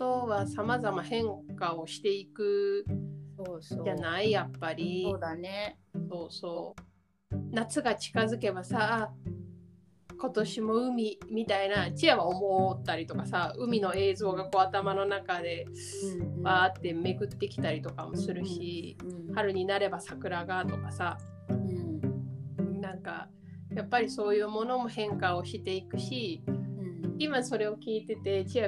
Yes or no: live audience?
no